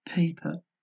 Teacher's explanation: Si decimos paper, notaremos el aire que llega a la palma de la mano.